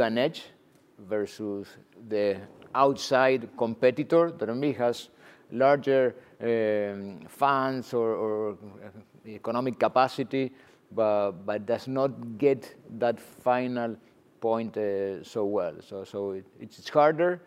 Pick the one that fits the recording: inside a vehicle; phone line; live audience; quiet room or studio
live audience